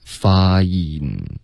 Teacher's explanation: 它是一个双元音，要从一个啊滑到一